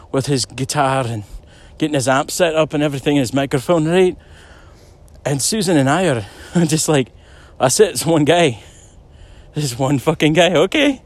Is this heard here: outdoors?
yes